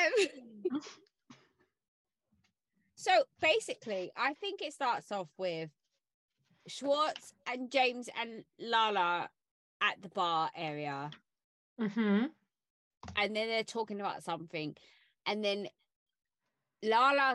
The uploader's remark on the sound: Disclaimer, we had sound and internet issues. There's some back ground noise and weird static voices now and again during the episode.